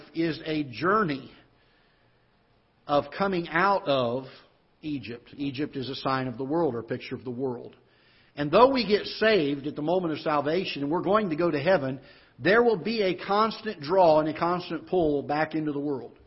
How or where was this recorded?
large echoing room